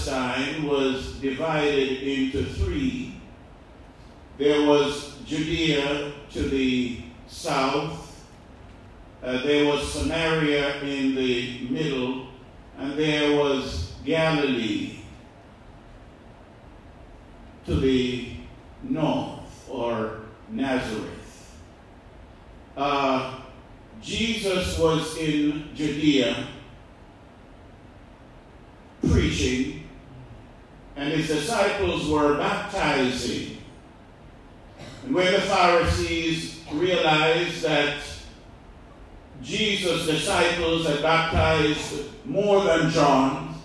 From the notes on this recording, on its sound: This sermon was preached at the Bovoni Baptist Church